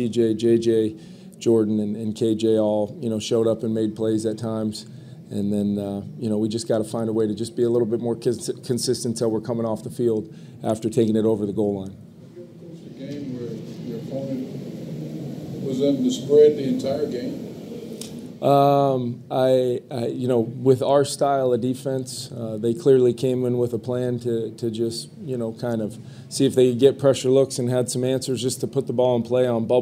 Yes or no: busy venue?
yes